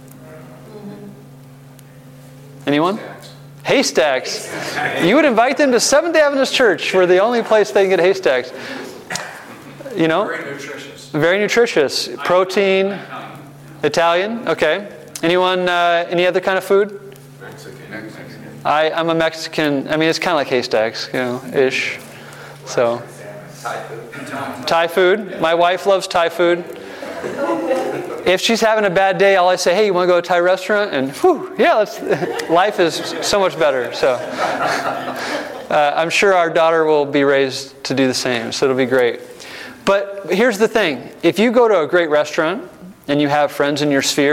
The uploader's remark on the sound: breakout session in the church revitalization track at the 2023 Propel Conference